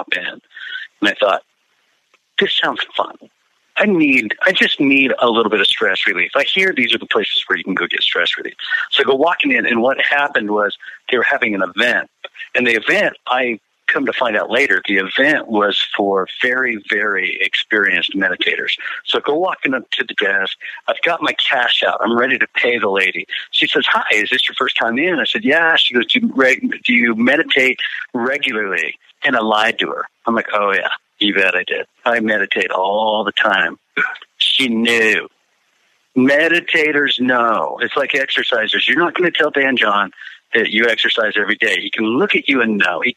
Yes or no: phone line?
yes